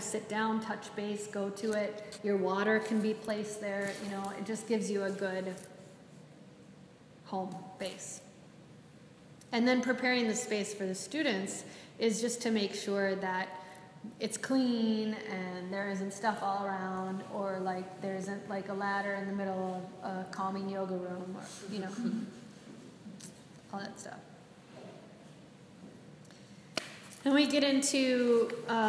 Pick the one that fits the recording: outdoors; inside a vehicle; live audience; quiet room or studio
live audience